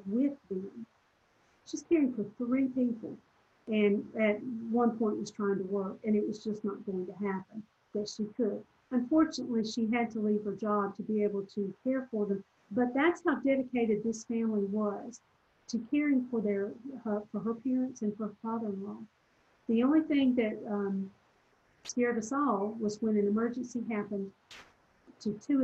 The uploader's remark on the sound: This recording is from a Zoom presentation